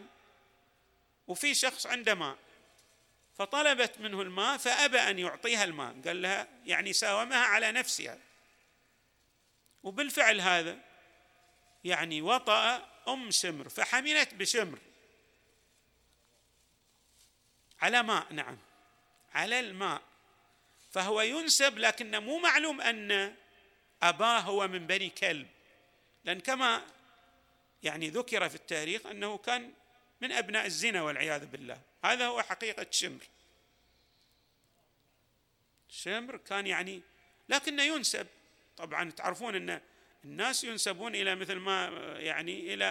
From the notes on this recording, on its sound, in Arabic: تسجيلات جامع الإمام علي عليه السلام. الأحساء - المبرز.